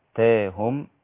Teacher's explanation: التقليل في الألف التي بعد التاء